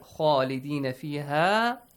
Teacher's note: the pronunciation of the letter خا is important since it's a heavy letter and it has an alif mad with it. So you gotta pronounce it with an ah sound.